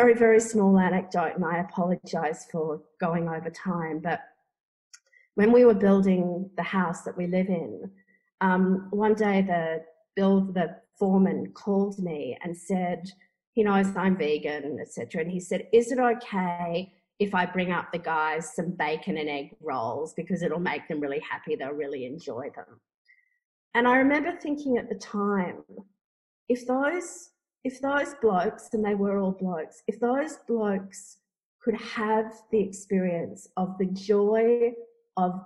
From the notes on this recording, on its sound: This event was held via Zoom on Monday 2 November, 2020.